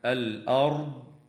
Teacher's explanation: وتظهر اللام في كلمة الأرض لوقوع الهمزة بعدها، والهمزة من الحروف التي تظهر عندها لام التعريف، وهي المجموعة